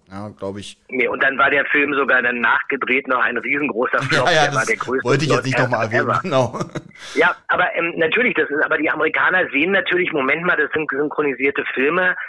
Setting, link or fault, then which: link, phone line